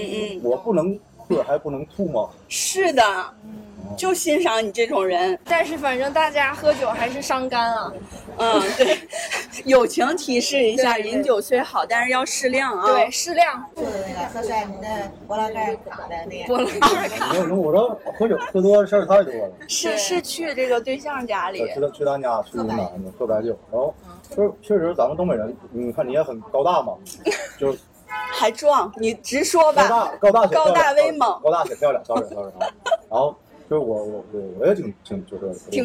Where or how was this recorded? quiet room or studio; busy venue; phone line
busy venue